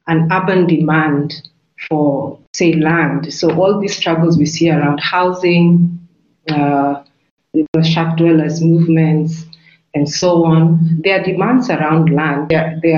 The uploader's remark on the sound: This is part of a webinar series co-organised by the SOAS Department of Economics and the SOAS Open Economics Forum.